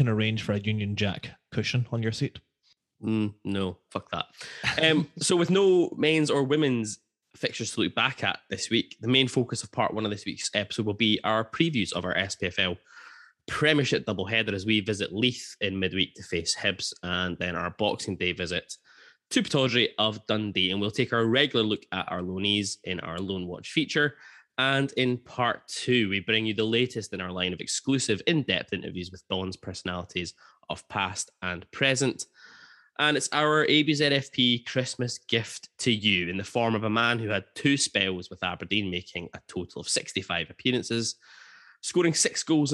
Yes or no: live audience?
no